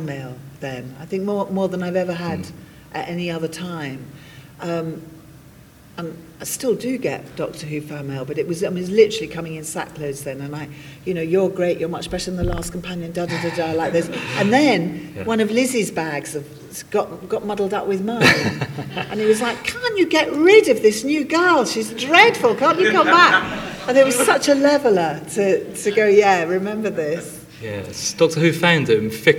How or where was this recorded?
live audience